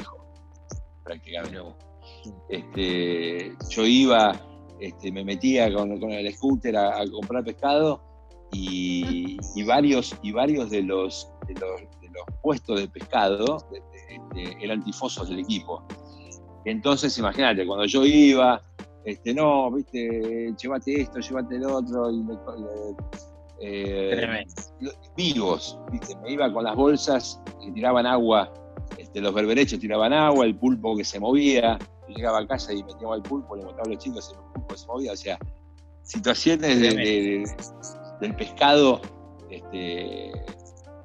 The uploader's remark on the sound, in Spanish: nos hizo abrir varias reuniones de Zoom porque con una sola nos quedábamos cortos